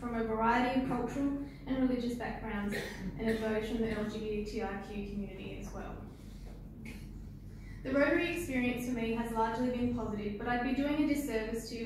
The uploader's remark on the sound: at the 2019 Rotary District 9500 Conference.